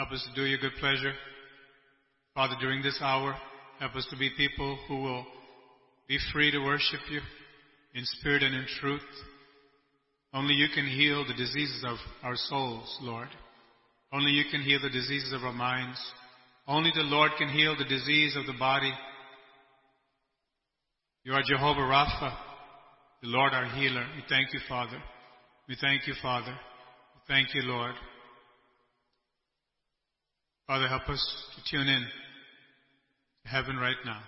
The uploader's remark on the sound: ELBIM Church Sunday LIVE Stream Audio